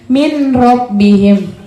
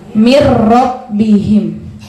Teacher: Ya, keseringan kalau seumpamanya mungkin sebelum kita belajar tajwid ini, kita sering bacanya min robbihim. Tidak, nunnya tidak terbaca. Dia langsung masuk ke ro. · Shown in: second take · Term: idgham bila gunnah